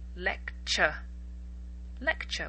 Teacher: I've talked in the past about words that end in T-U-R or T-U-R-E. The T is actually pronounced like a CH.